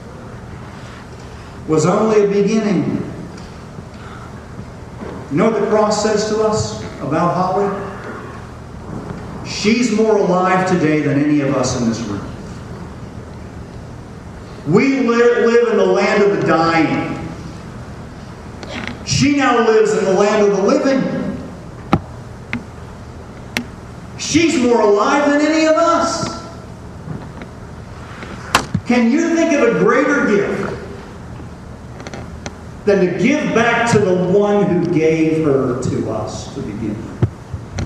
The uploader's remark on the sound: The audio is not great quality.